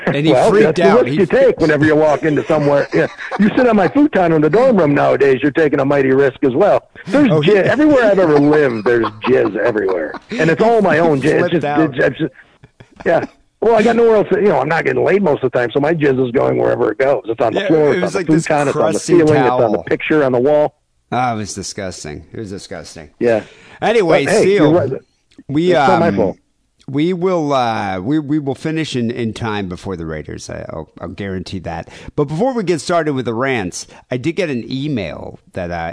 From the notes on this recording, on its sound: Phone calls.